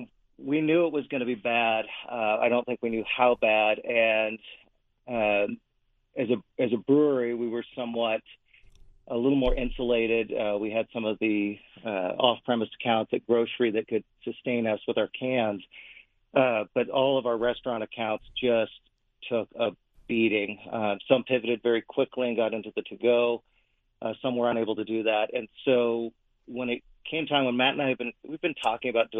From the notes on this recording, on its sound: This week’s edition of Mother Road Monday on KVOI’s Wake Up Tucson. Called in from Flagstaff.